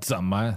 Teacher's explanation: That's a third tone in a neutral.